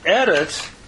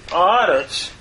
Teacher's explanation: The second to the last syllable is lengthened, or the vowel, from a segol to a kametz. · Term: compensatory lengthening